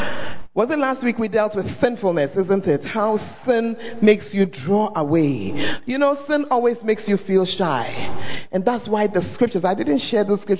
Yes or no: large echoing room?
yes